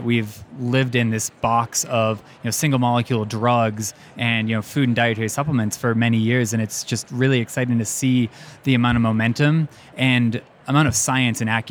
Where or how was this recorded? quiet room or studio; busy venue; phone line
busy venue